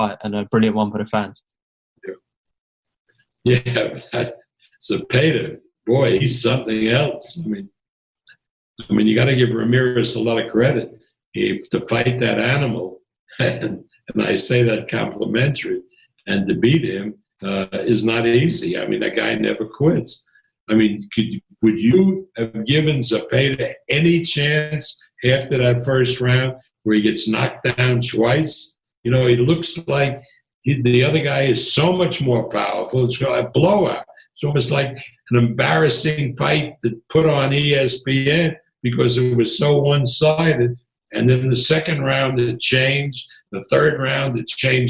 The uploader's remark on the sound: Via Zoom